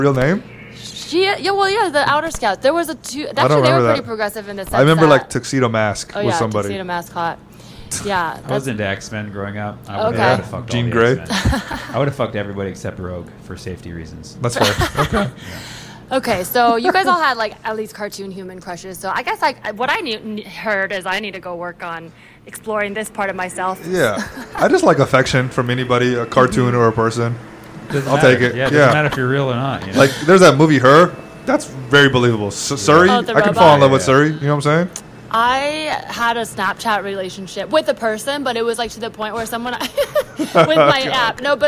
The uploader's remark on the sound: Live from NACA St. Paul